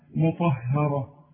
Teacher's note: الراء مفخمة والطاء كمان مفخمة